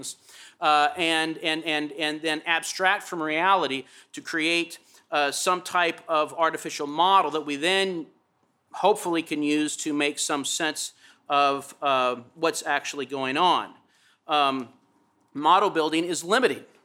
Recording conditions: large echoing room